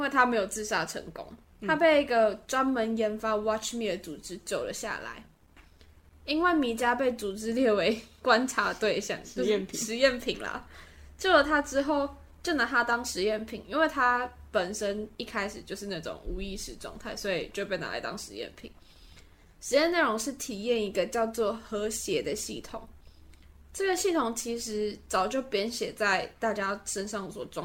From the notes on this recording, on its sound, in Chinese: 如有雜音請見諒。換季，鼻子過敏，過敏人請舉手！附近就是榮總 真的很抱歉！場地與設備不完善，全真實錄音現場，絕無僅有。